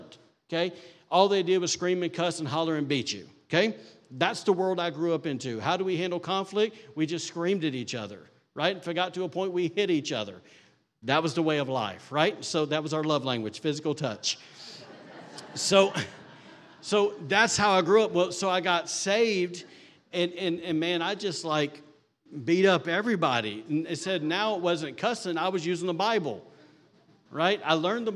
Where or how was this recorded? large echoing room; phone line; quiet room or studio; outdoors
large echoing room